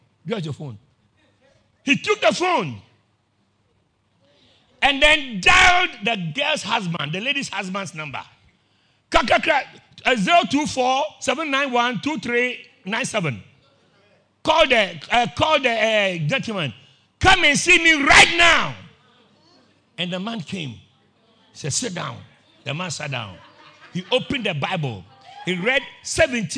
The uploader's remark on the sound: Preached at Christ Oilfields